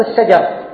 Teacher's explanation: نلاحظ أن عندنا الشين والجيم والراء متقاربة المخارج، لكنها لما استعملت هذه الكلمة لم تكن بمتنافرة، استساغها الذوق والاستعمال.